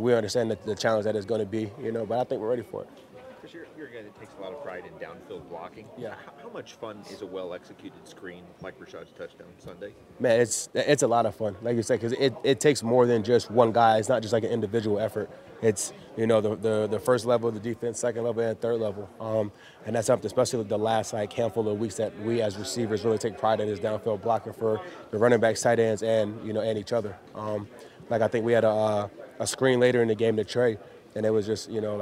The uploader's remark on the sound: Press Conference